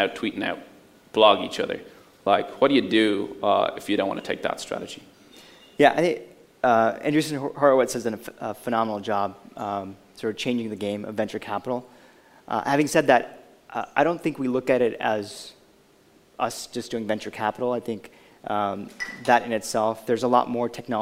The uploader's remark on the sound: Recorded live at the Intercom on Capital event.